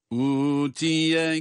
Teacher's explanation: Zaten hemzenin altında bir med var, önünde vav var. Uzatılacağını, bir elif miktarı uzatılacağını dikkate alıyoruz.